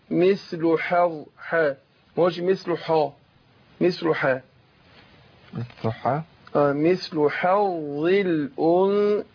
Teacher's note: مش عايزين الظاء تأثر على الحاء · Term: الحاء مرققة